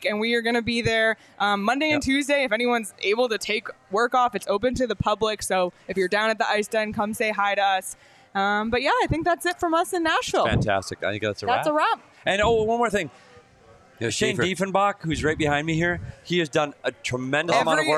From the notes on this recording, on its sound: Live from Love & Exile in Nashville.